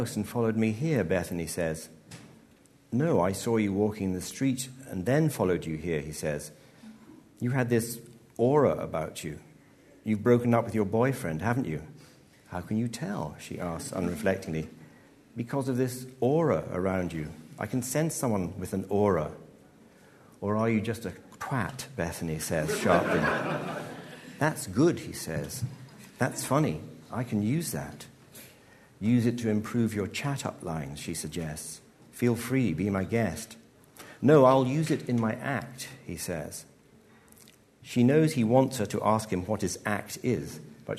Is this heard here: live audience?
yes